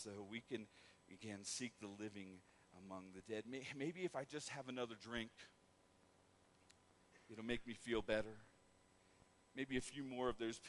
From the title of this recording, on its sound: Woodland Life Church Live